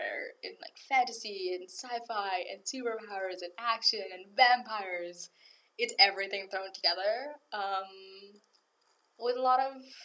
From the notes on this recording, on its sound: We deeply apologize for the janky audio in this episode. Due to certain circumstances we had to venture into the hard and unyielding world that is Robarts library to record.